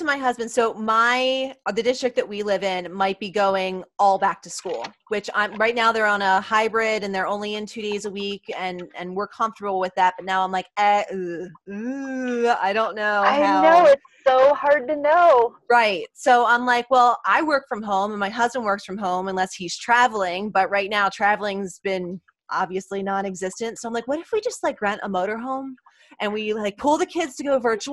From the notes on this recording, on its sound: She and her family had decided that since they were all working remotely to take a little road trip. Talk to her as they were traveling but we do get to hear a little bit of her trip in the background.